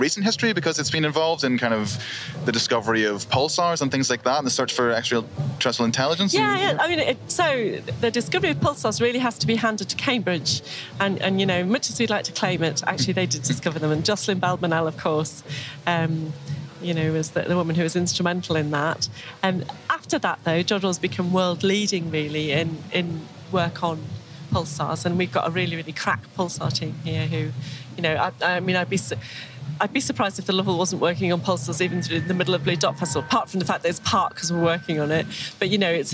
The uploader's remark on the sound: we’re live at the world famous Jodrell Bank Observatory in Cheshire for the Bluedot science and music festival 2018